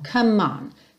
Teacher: lembra aqui de juntar o come no on, porque o E do come não é pronunciado. Então, você nunca diz come me, e sim come, come.